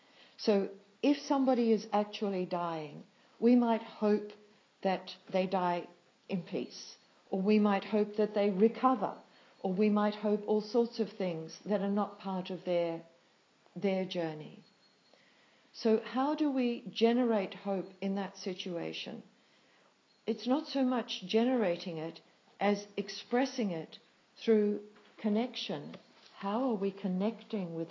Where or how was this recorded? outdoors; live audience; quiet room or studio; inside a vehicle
live audience